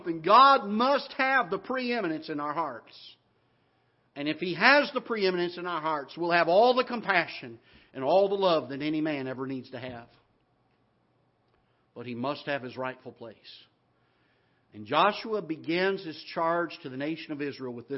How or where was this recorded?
large echoing room